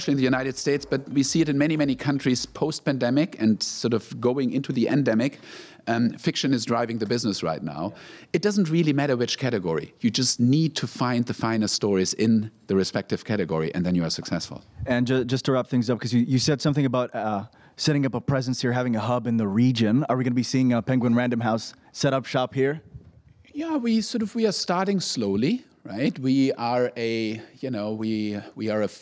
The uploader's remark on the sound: Live from SIBF 2022